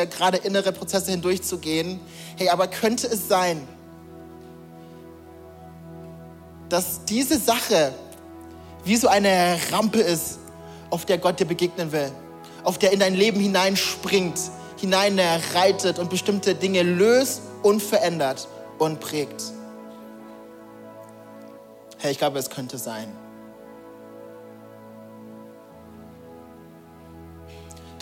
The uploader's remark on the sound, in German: Audiomitschnitt der Predigt